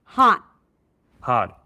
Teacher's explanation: Hot. Don't activate your vocal cords. Stop. It's like an abrupt stop of air. That's the T.